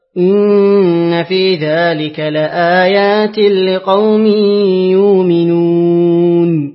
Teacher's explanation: أقرأ لورش بقصر البدل